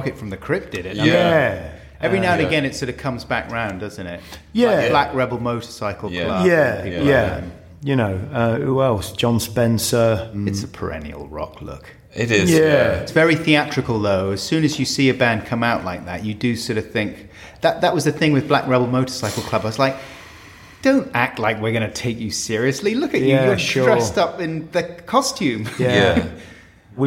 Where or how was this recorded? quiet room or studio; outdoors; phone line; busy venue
busy venue